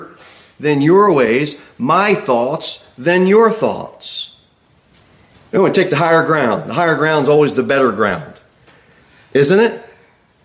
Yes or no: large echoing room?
yes